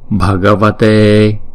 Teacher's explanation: chữ E là diphthong cho nên chúng ta đọc kéo dài hai nhịp